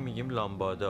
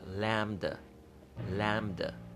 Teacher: اون بی هم در این کلمه تلفظ نمیشه · Shown in: second take · قشنگ میتونیم مثل لم دادن لم دا دا یا لامدا ولی